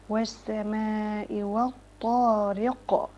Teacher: انا عايزه القاف اقصى اللسان مع اقصى الحنك